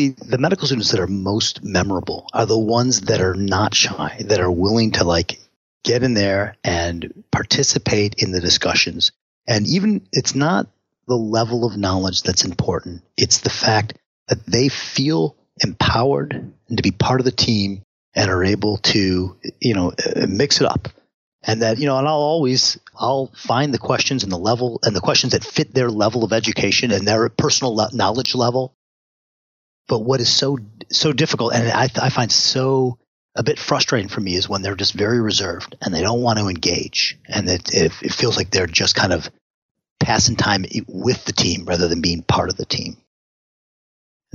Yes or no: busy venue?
no